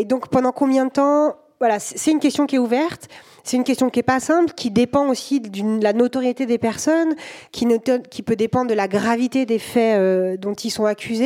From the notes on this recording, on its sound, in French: Cet épisode a été enregistré le 3 février 2023 au festival Longueur d’Ondes, à Brest.